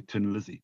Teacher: the Irish pronunciation of thin is tin · Term: hard T sound